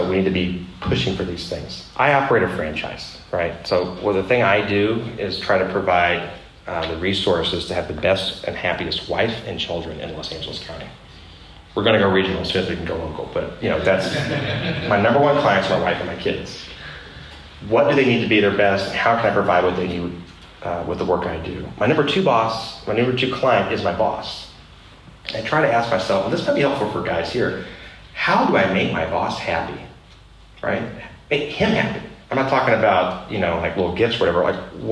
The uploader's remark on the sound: This episode of The Dad Project is a live recording. In an expensive urban center. This episode was recorded in front of a live audience.